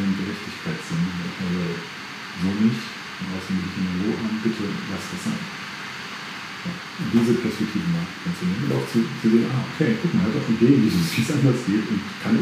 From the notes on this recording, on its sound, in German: Nochmals sorry für die Tonqualität heute.